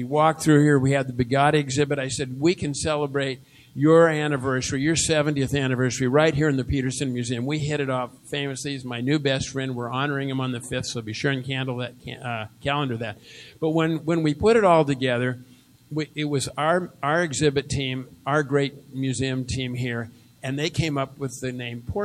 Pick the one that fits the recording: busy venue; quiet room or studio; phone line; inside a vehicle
busy venue